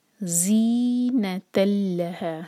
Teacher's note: زی مد طبعی دو حرکہ اور ز بزنگ ساؤنڈ کے ساتھ آنا چاہیے